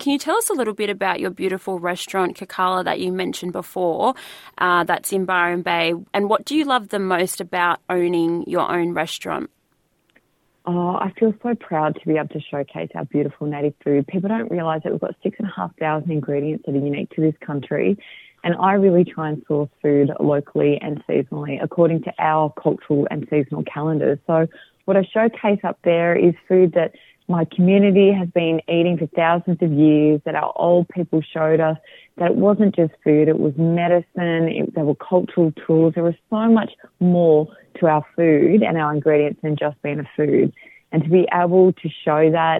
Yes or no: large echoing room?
no